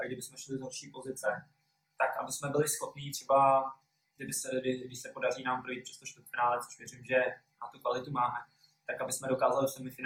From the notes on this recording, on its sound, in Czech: Omlouváme se za horší zvukovou stopu.